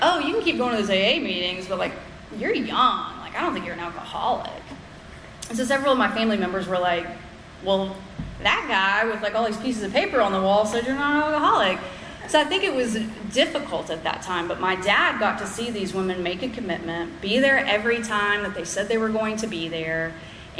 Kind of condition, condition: setting, live audience